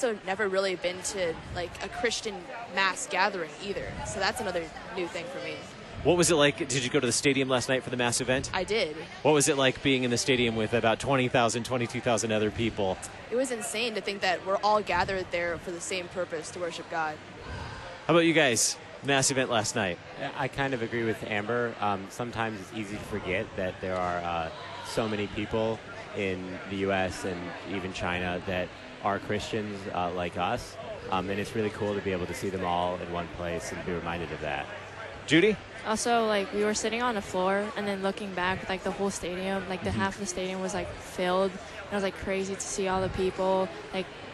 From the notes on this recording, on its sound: Live from the 2019 LCMS National Youth Gathering